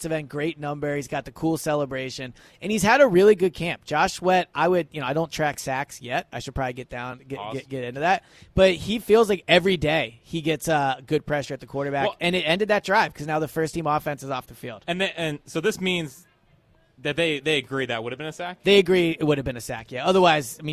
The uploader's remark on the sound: Eagles Open Practice Live Reaction. Live at Lincoln Financial Field, reacting to the Eagles only open practice of the season.